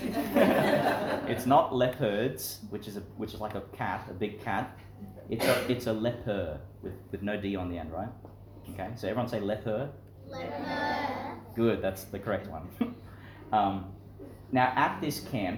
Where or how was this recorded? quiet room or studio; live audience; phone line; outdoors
live audience